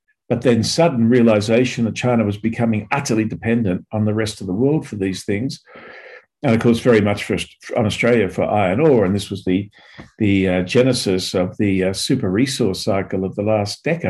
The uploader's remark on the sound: A La Trobe Asia 'China in Focus' seminar, held in front of a zoom audience.